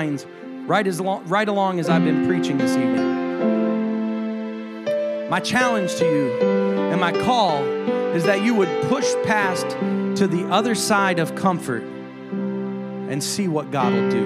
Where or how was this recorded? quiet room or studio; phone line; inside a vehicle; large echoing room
large echoing room